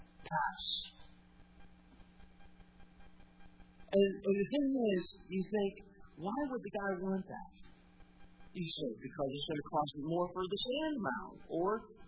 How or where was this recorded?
large echoing room